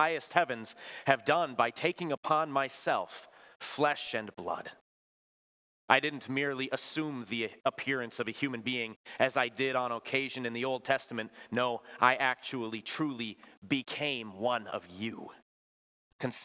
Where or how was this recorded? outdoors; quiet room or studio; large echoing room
large echoing room